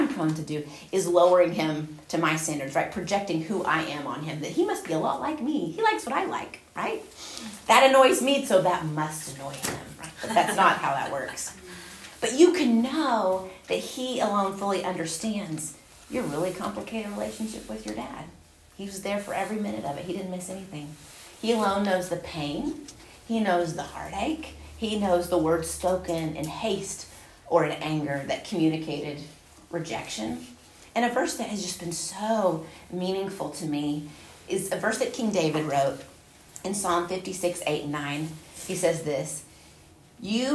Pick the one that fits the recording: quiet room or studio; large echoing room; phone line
large echoing room